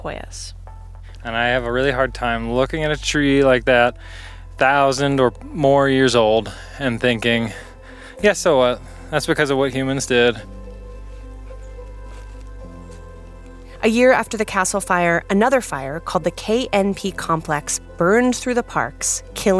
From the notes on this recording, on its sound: Hiking out to see the damage done to a sequoia grove in the middle of a wilderness area in the national parks.